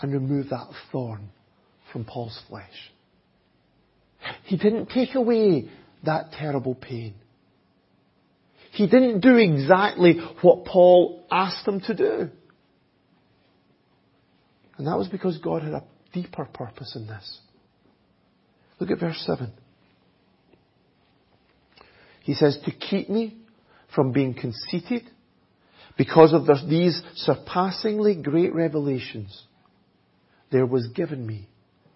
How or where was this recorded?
large echoing room